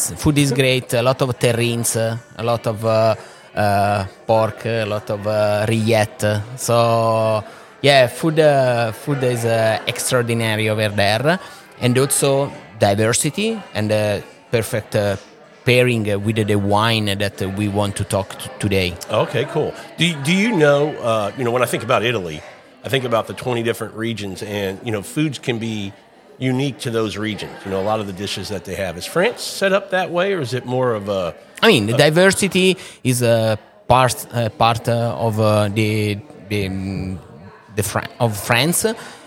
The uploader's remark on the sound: On this episode we are onsite at Vin Santo Wine Shop & Bar in Houston Texas.